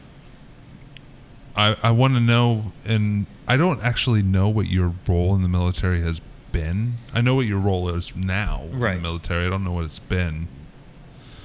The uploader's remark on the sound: Recorded live from Big Rip Brewing Company in KC.